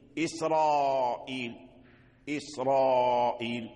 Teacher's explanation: بين الترقيق والتفخيم هذا يتغير، يعني تتصرف فيه العرب، لكن إسرائيل بقي الراء مفخم لجميع القراء ولم يقرأه أحد بالترقيق، حتى ورش الذي هو صاحب ترقيق الراءات لم يقرأه بالترقيق